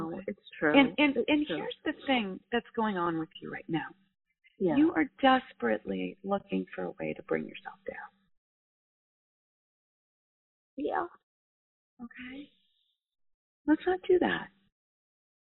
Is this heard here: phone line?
yes